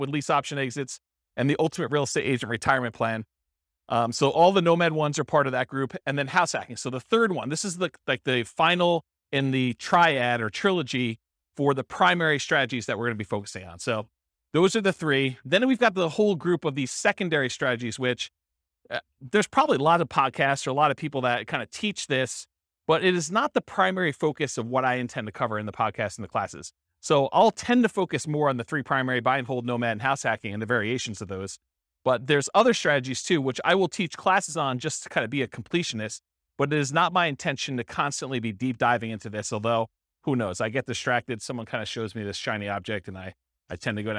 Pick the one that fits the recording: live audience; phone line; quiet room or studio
live audience